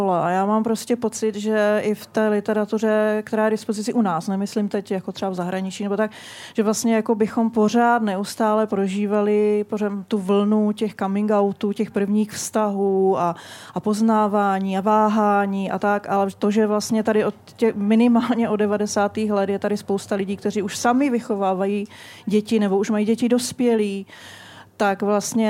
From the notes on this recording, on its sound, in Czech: Společně se Záložkou jsme se opět po roce v rámci festivalu Prague Pride vydali do kavárny Patra za queer literaturou.